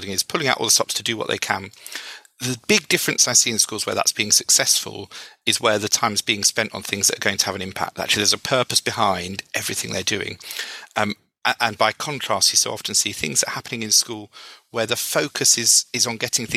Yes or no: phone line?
no